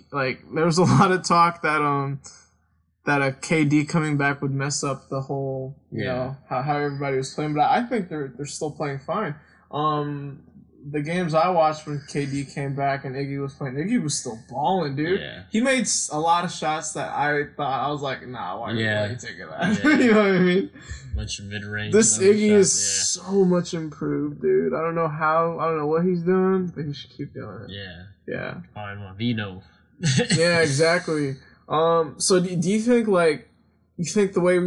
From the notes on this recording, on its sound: some technical difficulties were on this episode